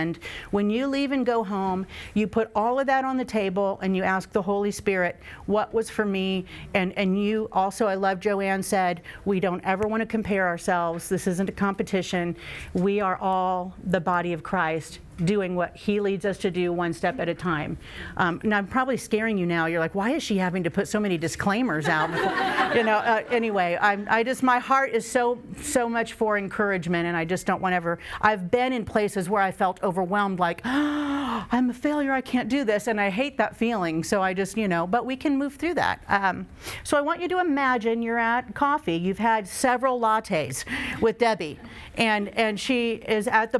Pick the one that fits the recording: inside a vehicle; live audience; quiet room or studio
live audience